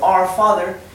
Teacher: Our Father es entre medio de una O y una A.